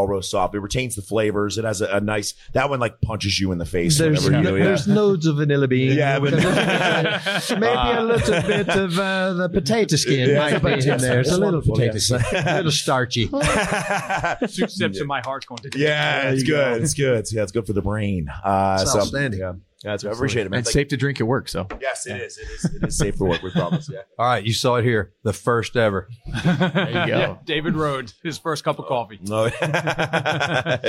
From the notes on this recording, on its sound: Live at FDIC. To close out FDIC International.